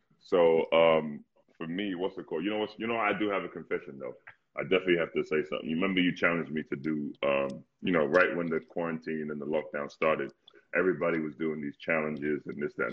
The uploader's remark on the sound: set up a series of live discussions, hosted on Instagram Live